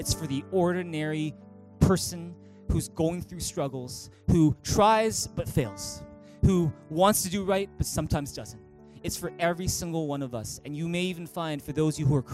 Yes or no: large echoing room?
yes